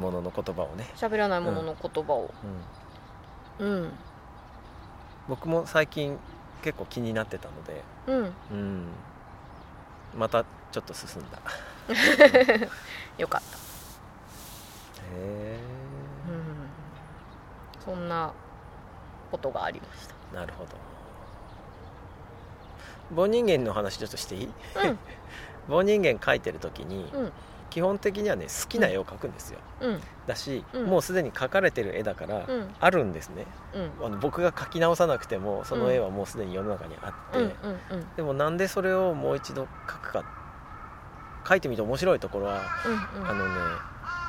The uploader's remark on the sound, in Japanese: 今回も、すっかりお気に入りになった明治神宮の芝生で、のびのびと収録しました。天気は晴れ。